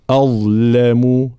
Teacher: ترقيق الهمزة، تفخيم الظاء وهي ظاء مشالة مخرجها طرف اللسان مع أطراف الثنايا العليا